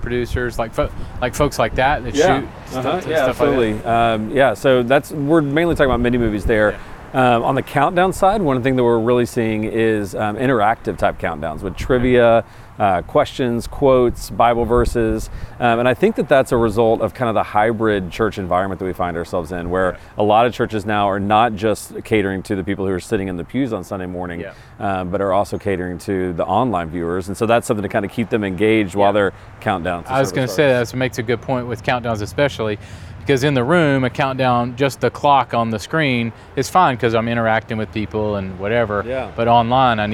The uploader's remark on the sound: This is our second week of podcast episodes from SALT Conference 2021. You’ll hear interviews with folks who are here at SALT with us.